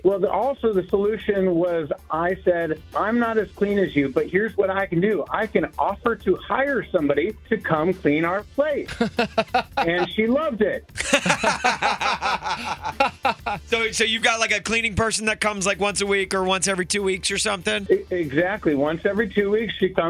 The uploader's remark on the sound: open up the phone lines